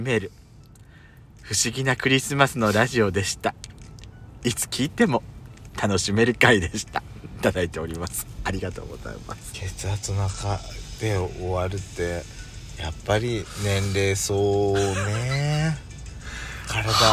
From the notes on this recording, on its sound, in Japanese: パーキング収録